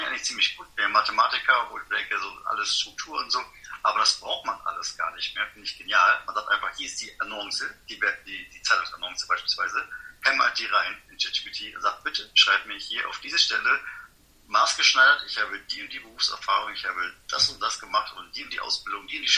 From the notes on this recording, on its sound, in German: in einem LinkedIn Audio Live getroffen